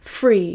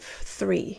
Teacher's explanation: often they'll drop the TH sound and replace it with an F · Shown in: first take · so free instead of three.